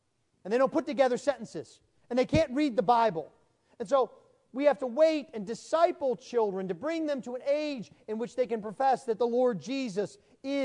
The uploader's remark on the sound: Sermon preached at the installation service